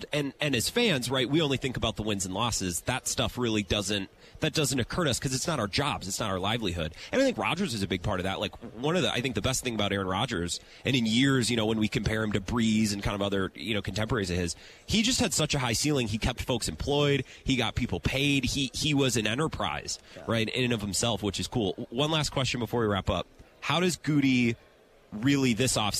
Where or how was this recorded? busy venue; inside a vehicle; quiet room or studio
busy venue